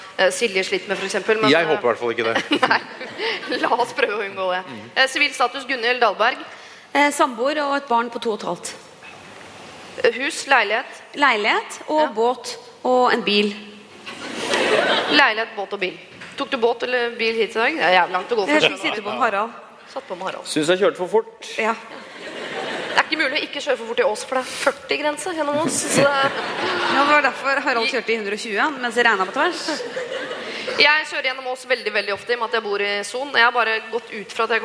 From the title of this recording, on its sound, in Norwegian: Bonuspodcast: Live fra Ås